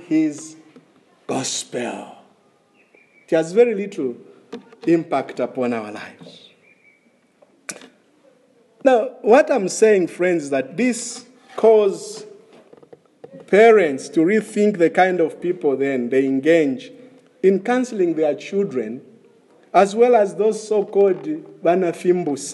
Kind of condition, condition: setting, large echoing room